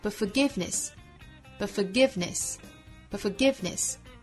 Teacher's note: But,弱读成 but,尾部的 t 略掉